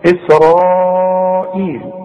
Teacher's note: فاسرائيل لازم تمدها اربع حركات · Term: مد واجب